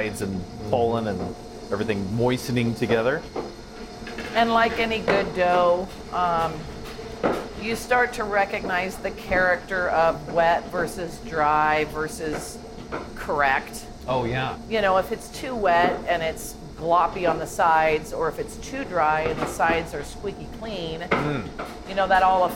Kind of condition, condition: setting, busy venue